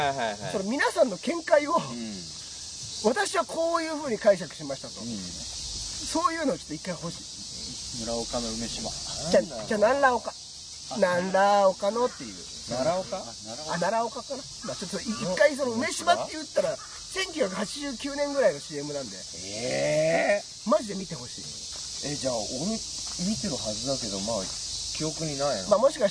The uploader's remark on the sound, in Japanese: 先週に引き続き池のほとりで収録。なぞの生き物の声が気になります！